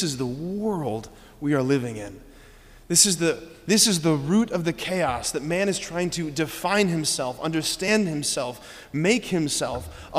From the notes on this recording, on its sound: preached this homily on December 9, 2023 at Sacred Heart of Jesus Catholic Church in Wadsworth, OH.